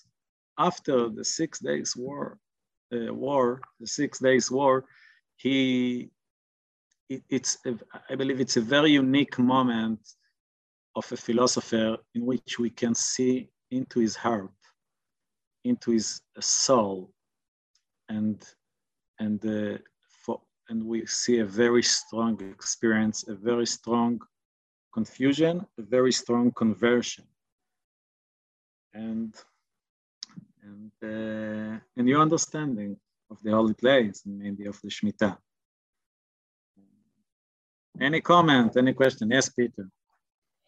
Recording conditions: video call